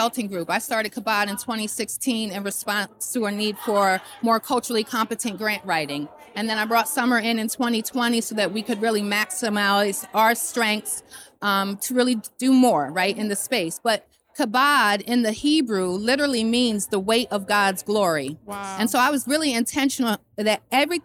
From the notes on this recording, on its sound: LIVE at FutureLAND. We Went LIVE at the FutureLAND Conference 2023.